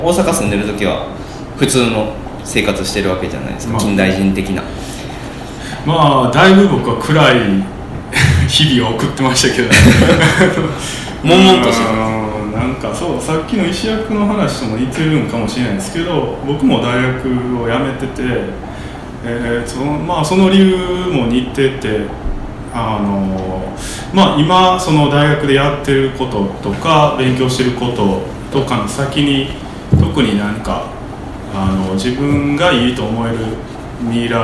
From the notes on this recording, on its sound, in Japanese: 8/4に開催した『微花』×『つち式』のトークイベント（恵文社一乗寺店）の音声。